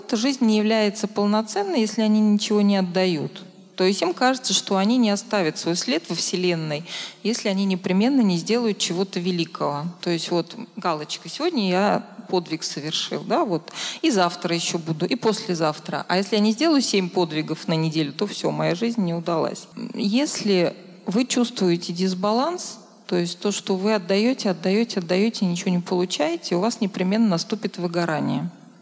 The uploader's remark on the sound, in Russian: И он прошел в необычном формате, а именно в виде открытой лекции в рамках Недели ментального здоровья в Вышке!